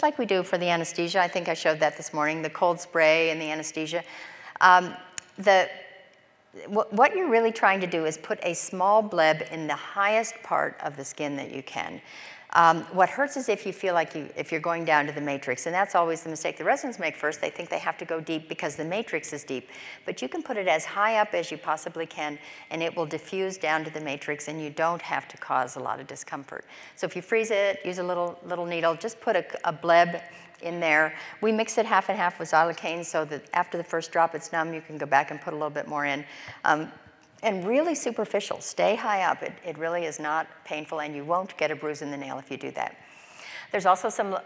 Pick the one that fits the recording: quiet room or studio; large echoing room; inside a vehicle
large echoing room